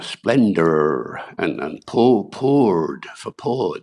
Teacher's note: the R, the letter R, is pronounced after a vowel all the time.